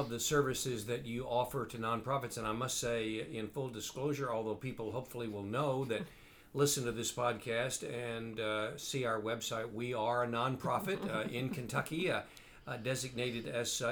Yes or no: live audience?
no